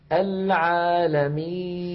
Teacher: النون في آخر العالمين عند الوقف عليها تسكن، فيصير زمنها مساويا لزمن العالمين، ففيها جريان ضئيل للصوت.